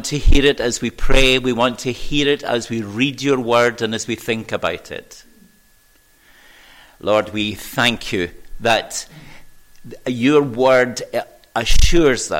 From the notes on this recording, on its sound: recorded at North Harris Free Church on the morning of Sunday 24th July 2022